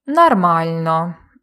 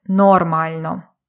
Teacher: суржиком часто говорять «а» замість «о», тому що саме в російській мові вимовляють «о» як «а» · Shown in: first take